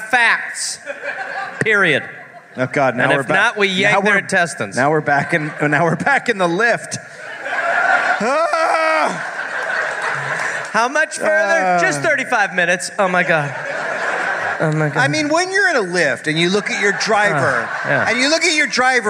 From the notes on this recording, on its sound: Live in NJ. Live from Sayreville, NJ.